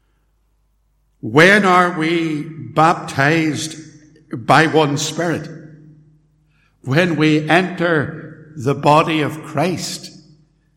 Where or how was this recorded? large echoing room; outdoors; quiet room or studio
large echoing room